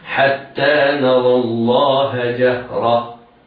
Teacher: نطقناها تاء منونة بالفتح. إذا وقفنا عليها نقف عليها بالهاء هكذا: حتى نرى الله جهرة.